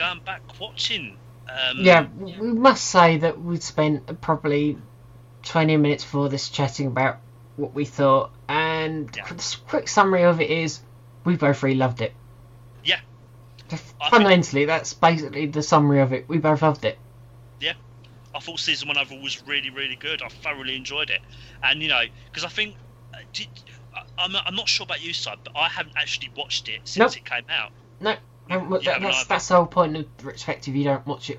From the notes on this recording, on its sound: We had some minor sound technical difficulties whilst recording.